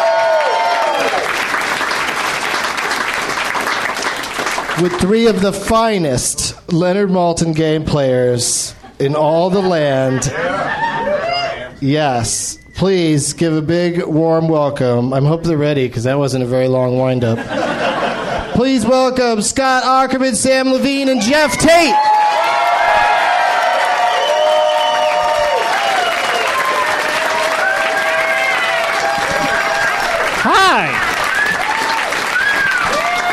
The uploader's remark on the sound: Recorded live at the NerdMelt Showroom in Los Angeles, California.